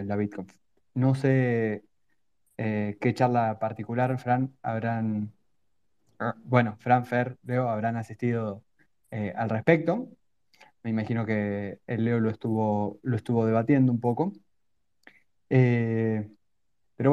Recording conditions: video call